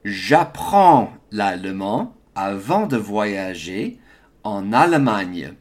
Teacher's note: So there's a liaison on that en.